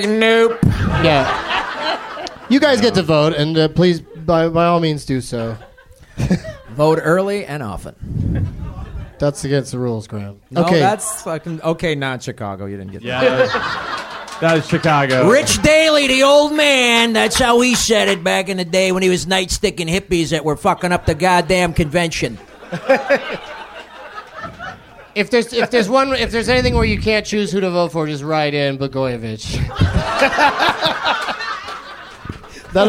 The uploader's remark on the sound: Recorded Monday, October 4, 2010 in front of a live audience at Zanies Comedy Club. In front of a live audience at Zanies Comedy Club with the help of The Onion's AV Club.